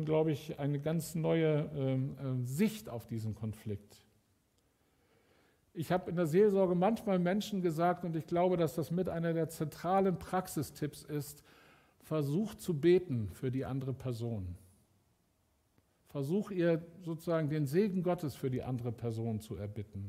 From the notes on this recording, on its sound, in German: Aufzeichnung der Predigt des Gottesdienstes